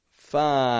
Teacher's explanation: I'm only holding that V position, letting the sound fade.